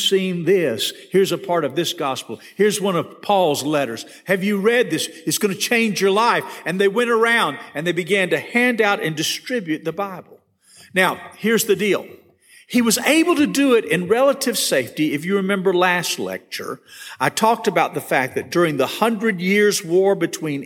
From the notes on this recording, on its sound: This session was recorded at First Baptist Church Hendersonville, NC on March 23, 2022.